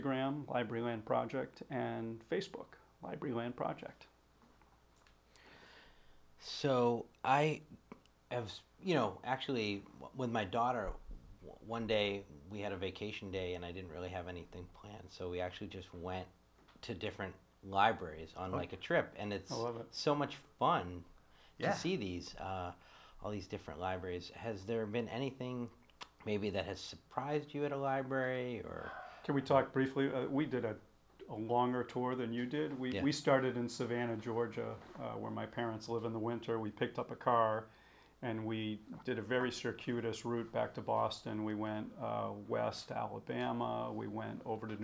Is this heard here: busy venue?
no